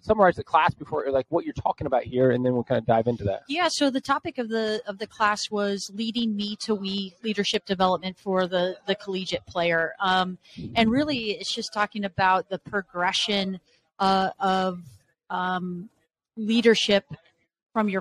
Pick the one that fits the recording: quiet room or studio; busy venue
busy venue